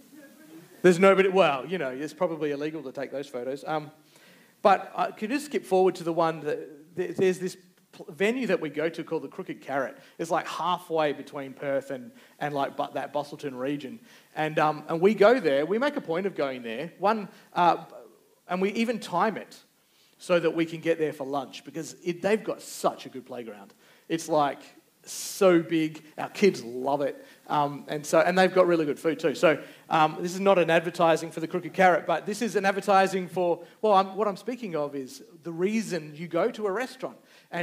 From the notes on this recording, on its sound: Recorded Live. Geraldton Baptist Church.